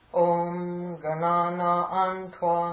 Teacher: my ga, the first ga is not often low enough